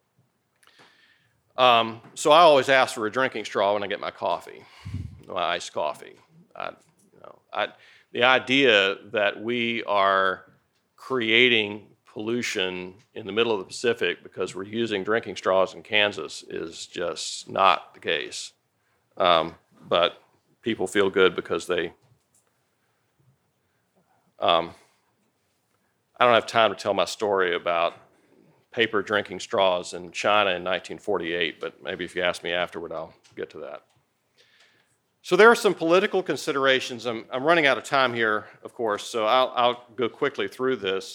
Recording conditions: large echoing room